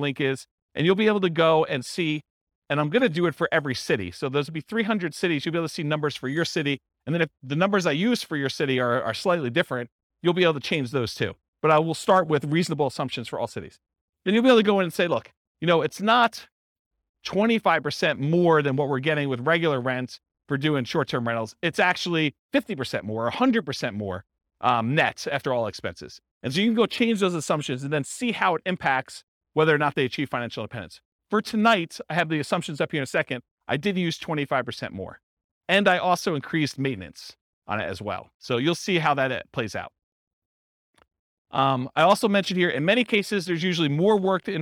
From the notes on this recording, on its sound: This was a live class recorded